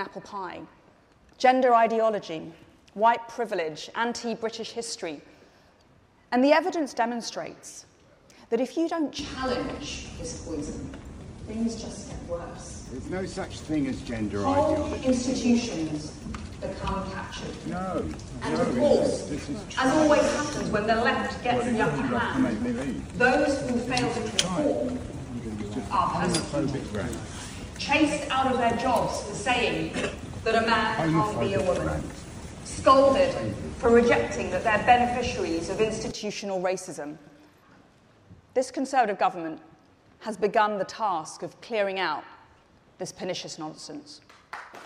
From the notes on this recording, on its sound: Every year we go to Tory Conference to record our behind the scenes documentary.